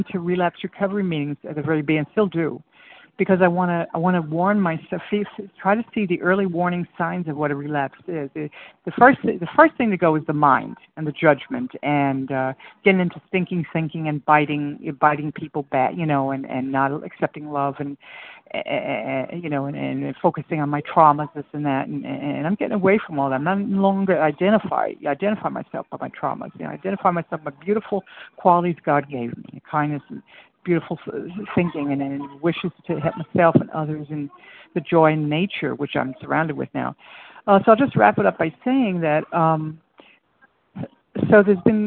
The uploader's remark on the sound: from the 100 Pounders Phone Meeting, 7/7/23